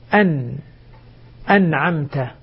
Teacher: طرف اللسان مع لثة الأسنان العليا يخرج حرف النون، أن أنعمت، لاحظ أن نون طرف اللسان مع لثة الأسنان العليا.